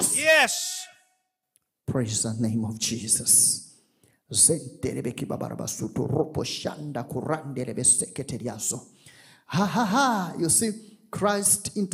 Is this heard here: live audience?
yes